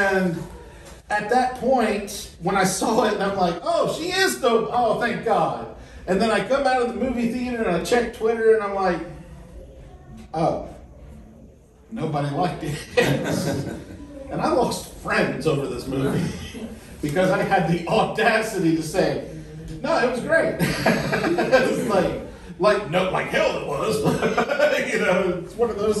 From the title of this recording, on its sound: Pensacon 2023 Panel